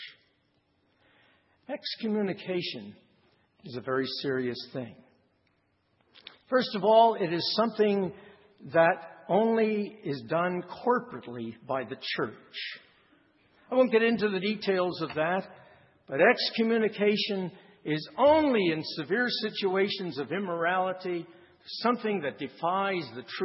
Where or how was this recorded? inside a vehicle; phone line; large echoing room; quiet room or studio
large echoing room